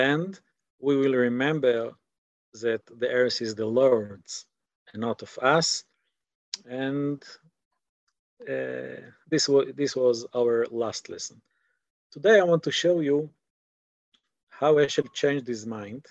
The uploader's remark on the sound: This audio was originally captured from Zoom.